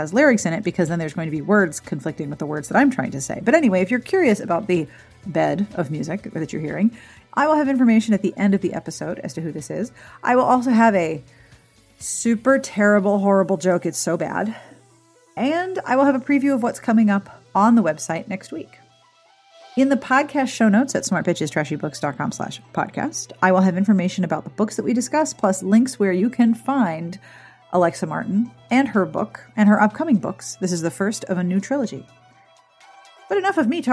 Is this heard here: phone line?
no